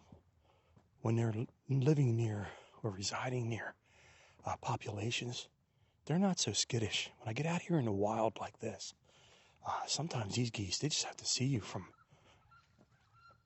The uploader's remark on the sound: We hop in the truck and take a ride to the woods